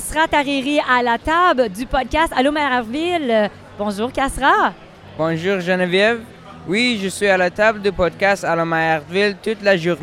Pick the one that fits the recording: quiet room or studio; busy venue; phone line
busy venue